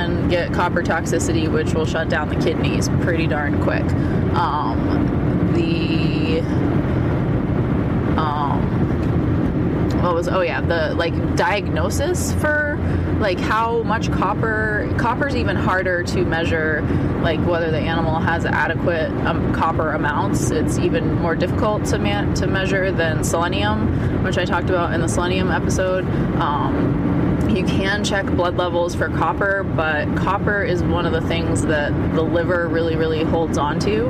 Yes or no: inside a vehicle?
yes